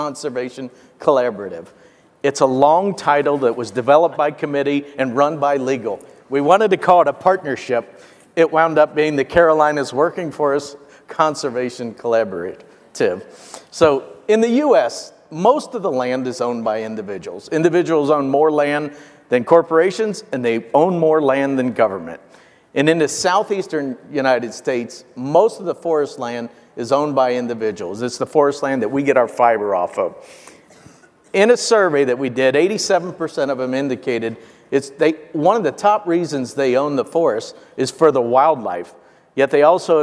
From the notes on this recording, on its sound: The best of live interviews from GreenBiz events.